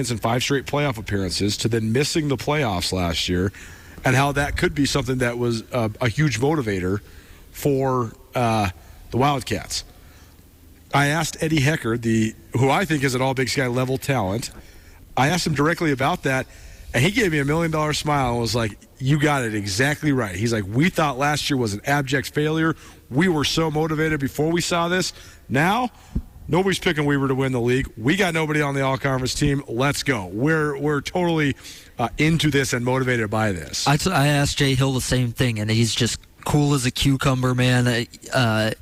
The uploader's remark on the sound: More Big Sky Conference football talk LIVE from the Big Sky Kickoff in Spokane.